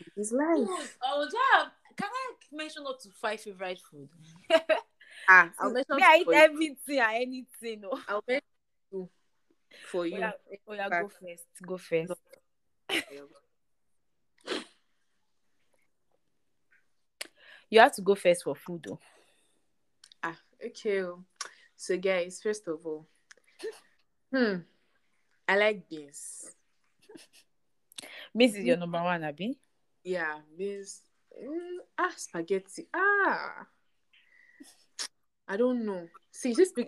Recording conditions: drop-outs